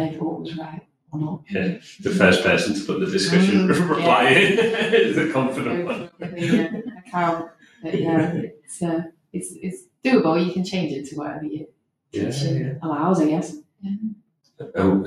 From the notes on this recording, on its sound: We're aware the audio isn't ideal so thank you for your patience as we find our way!